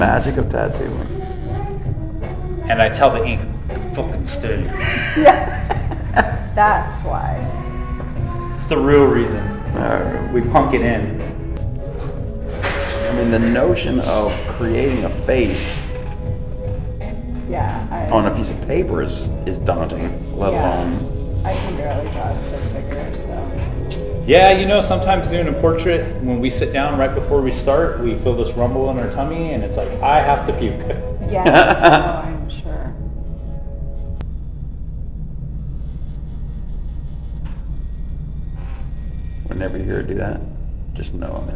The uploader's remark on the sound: The sound is not as good as usual, as the phone picked up all the background noise.